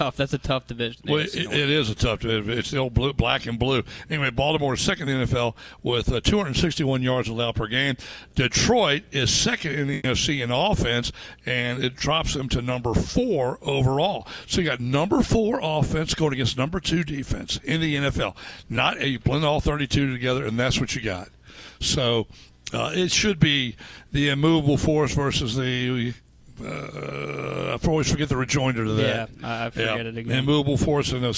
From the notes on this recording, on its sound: Live at the Country Club of Virginia for the Dominion Energy Classic.